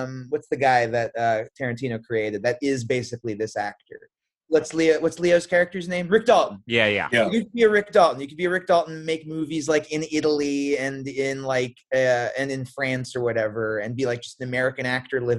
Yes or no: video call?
yes